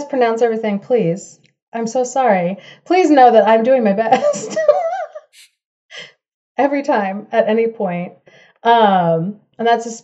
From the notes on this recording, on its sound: Join us for this recording of our first Fifth Friday Fable Fest of 2023.